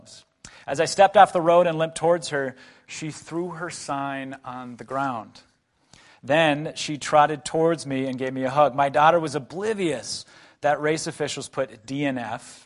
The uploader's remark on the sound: A breakout talk from the Mockingbird Conference in Minneapolis MN.